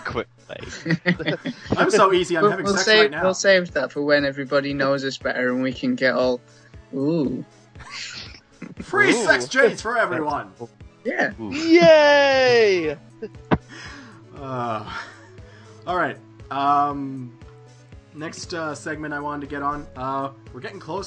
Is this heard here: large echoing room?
no